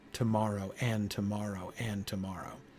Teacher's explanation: the iambs hit you squarely on the and